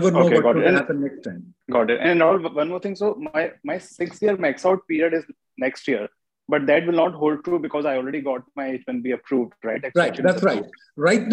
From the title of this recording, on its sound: Conference Call